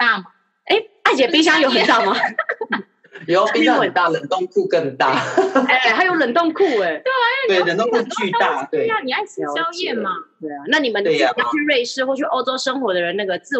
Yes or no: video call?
yes